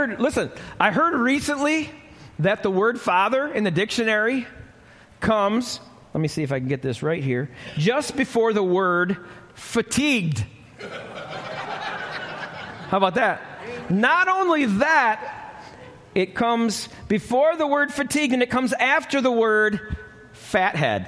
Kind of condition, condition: setting, live audience